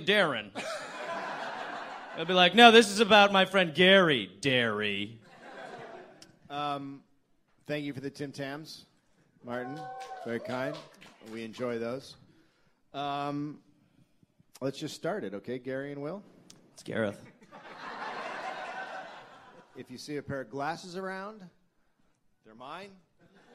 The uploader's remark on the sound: Live from LA Podfest.